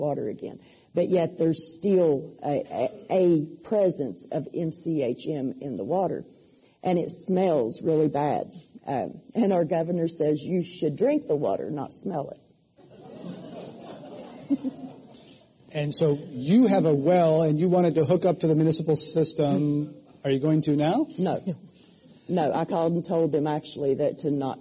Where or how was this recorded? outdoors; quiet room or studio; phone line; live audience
live audience